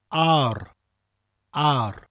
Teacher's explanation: sounds like the English ar, but with a slight rolling r sound at the end of the word